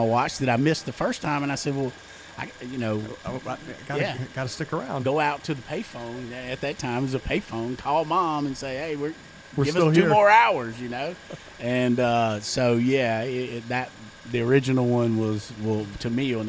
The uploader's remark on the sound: Live From The Jack